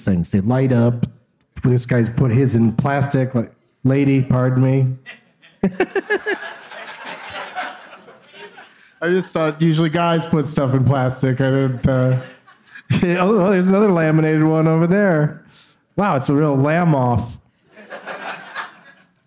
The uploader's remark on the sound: Live from Goodnights Comedy Club in Raleigh